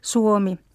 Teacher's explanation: diftongi uo, joka latviassa kirjoitetaan o, mutta äänetään uo. Ja esiintyy esimerkiksi sanassa suomi.